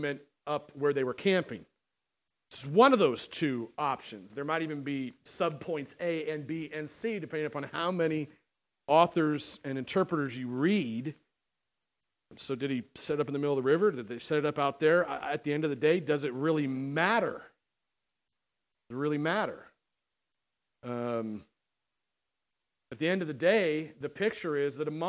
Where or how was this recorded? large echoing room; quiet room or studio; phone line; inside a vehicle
large echoing room